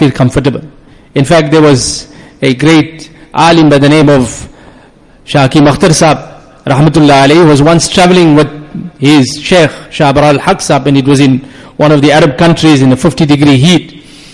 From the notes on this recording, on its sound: Jumuah lecture.